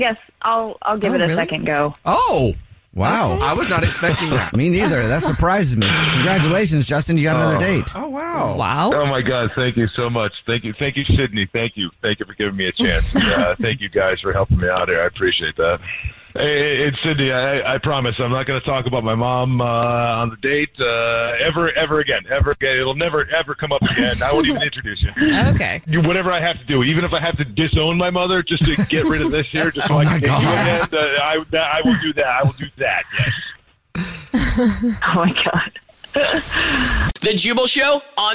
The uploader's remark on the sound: We get that other person on the phone.